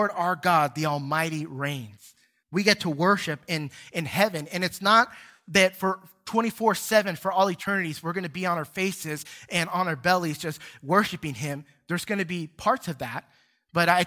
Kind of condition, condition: setting, large echoing room